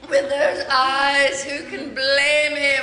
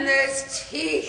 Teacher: some of the words, the syllables get drawn out, like the way you say eyes, blame, even teeth in this clip